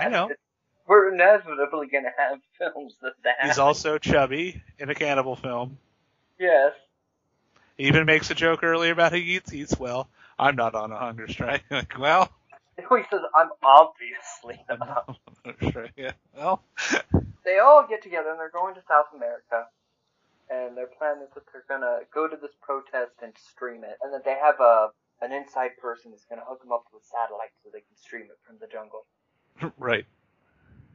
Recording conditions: poor sound quality